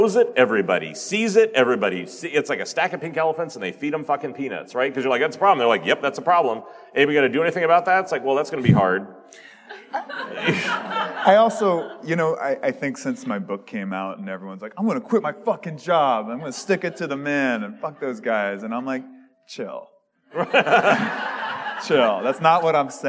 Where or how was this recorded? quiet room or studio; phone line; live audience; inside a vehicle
live audience